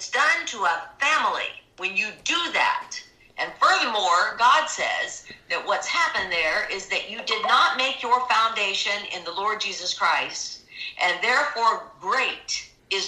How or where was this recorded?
video call